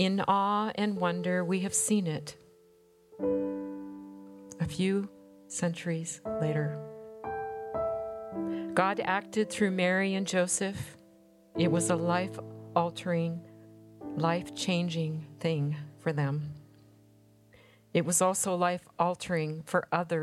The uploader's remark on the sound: We have a special compline service this week, recorded on December 15 and 16 in our Renewing Chapel in Mill Creek, WA.